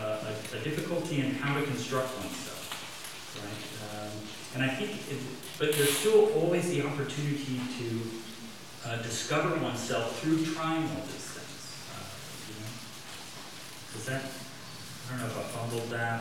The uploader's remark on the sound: best quality audio available